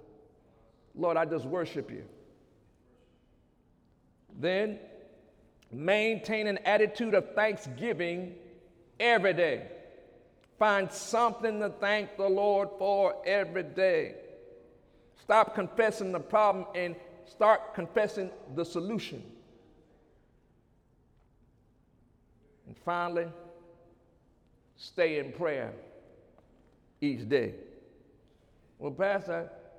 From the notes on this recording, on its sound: During Sunday morning service on June 4, 2017